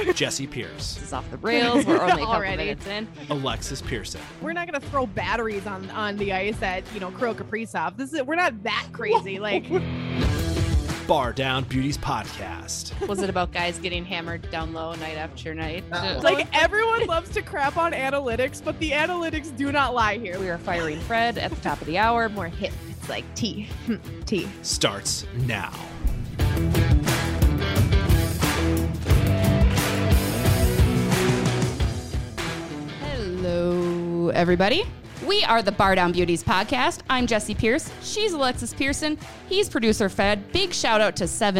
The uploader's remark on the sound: Live from 7 Vines Winery. Bringing it to you live from the 7 Vines Winery. We talk to the owner of 7 Vines Winery.